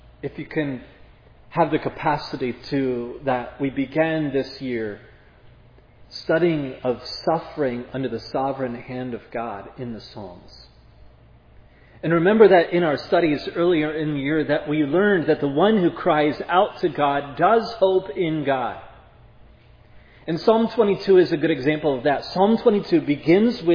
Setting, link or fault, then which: setting, large echoing room